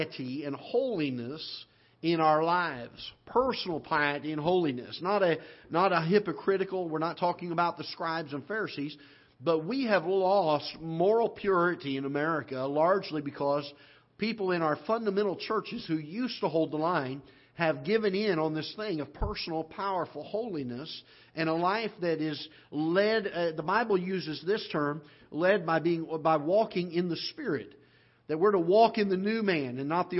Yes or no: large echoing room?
yes